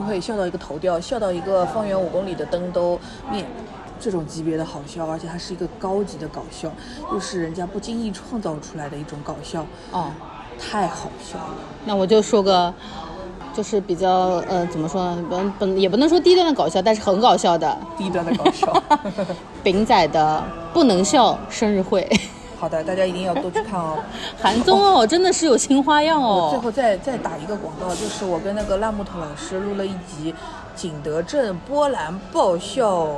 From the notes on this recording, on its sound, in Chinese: 每次录制基本都是在餐厅吃饭，没有条件升级录音设备。本次录制花费：映彩餐厅。